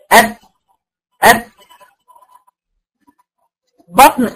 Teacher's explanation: الباء والميم هيطلعوا بانطباق الشفتين